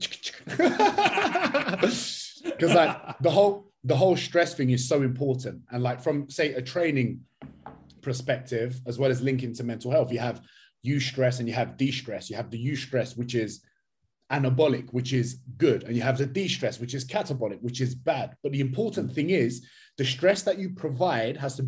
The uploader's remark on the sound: Over zoom. He is currently in lockdown in Austrailia.